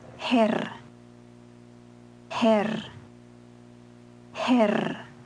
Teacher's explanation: The Swiss R is trilled.